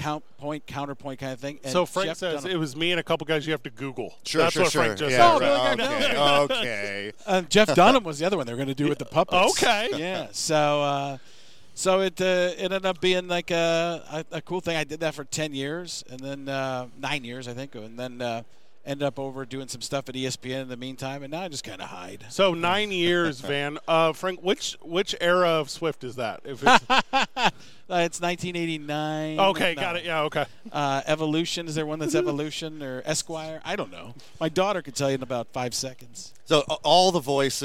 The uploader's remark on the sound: live on Radio Row